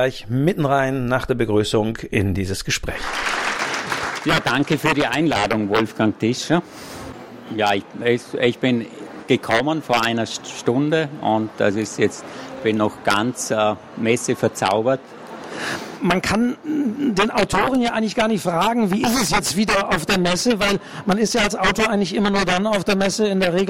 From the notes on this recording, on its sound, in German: Leipziger Buchmesse 2023. Auf der Bühne in Halle 5 der Leipziger Buchmesse.